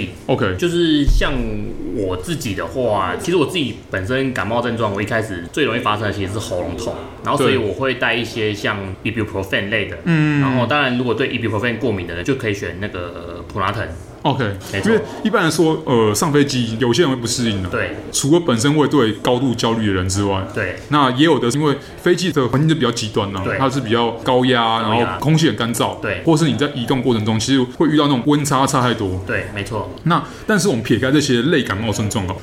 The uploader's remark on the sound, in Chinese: 本集白噪音指數：蚊風級 1/5。錄音地點： 齊客咖啡 The Gathering Cafe。